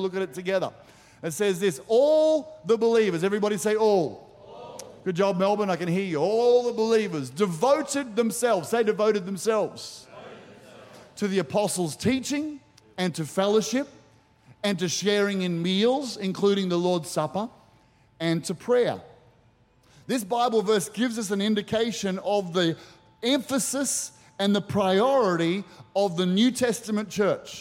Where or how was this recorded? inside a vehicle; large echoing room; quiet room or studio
large echoing room